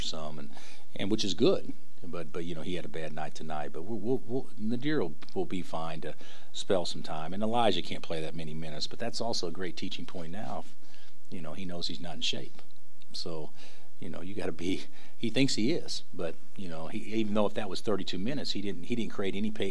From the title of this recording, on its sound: Press Conferences & Post-Game Interviews